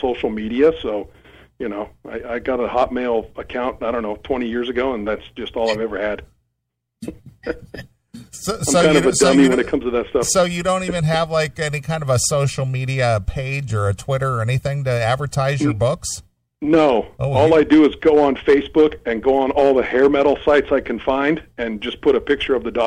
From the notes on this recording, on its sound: called